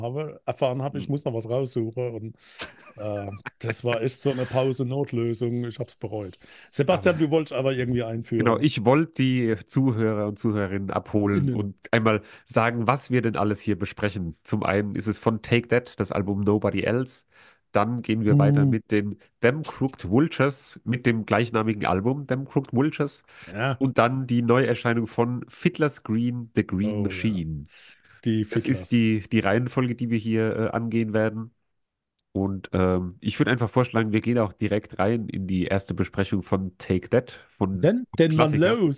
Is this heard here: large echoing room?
no